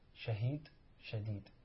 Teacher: فإن الهاء والدال متباينان في المخ ومتباعدان في المخرج، فإن الهاء كما تقدم من أقصى الحلق والدال من اللسان مع أصول الأسنان · Term: جناس لاحق